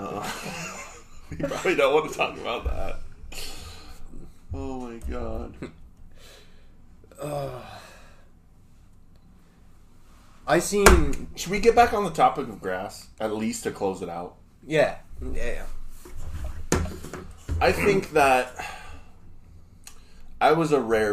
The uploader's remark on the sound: This first episode was a little rough audio wise because we are still trying to figure out our duel mic system